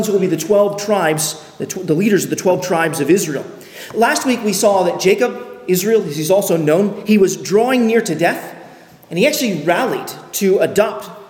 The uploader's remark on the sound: on October 8, 2023 at Arlington Baptist Church in Arlington, Virginia.